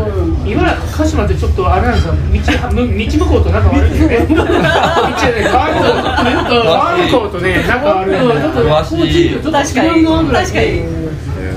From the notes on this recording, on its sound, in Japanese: 音声が聞き辛く申し訳ございません。少しでもオフ会の雰囲気が伝われば！！